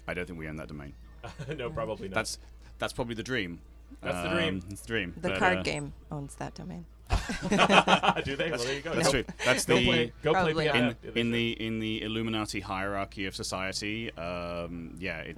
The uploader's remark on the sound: We recorded this show as-live at the XOXO festival in Portland! Thanks to Stream PDX for the studio.